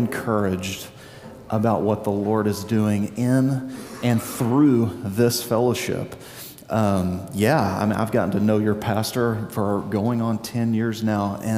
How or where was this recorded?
large echoing room